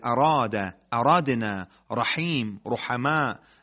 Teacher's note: حرف را رو سری و به صورت تک ضربه‌ای ادا بکنیم، ما را رو درست گفتیم